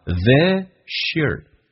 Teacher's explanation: 成 are gonna get married thisyear。那么第三个听力难点叫 this 跟 year， this 跟 year 一般会有一个这个我们讲同化音，你可以讲连读也是可以接受的，叫 thisyear，用 s 加 year 可以发成 sh 这个发音